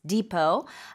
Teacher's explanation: Depot is spelled D-E-P-O-T. We don't pronounce the T at the end, so it's pronounced depot.